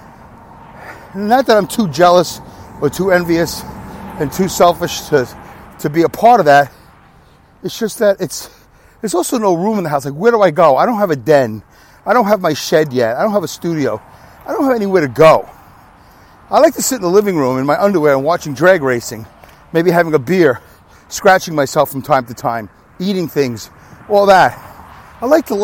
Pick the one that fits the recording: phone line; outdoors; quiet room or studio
outdoors